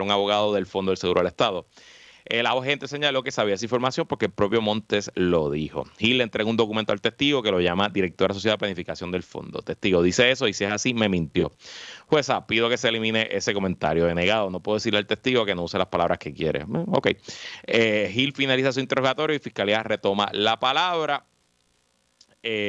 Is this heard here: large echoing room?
no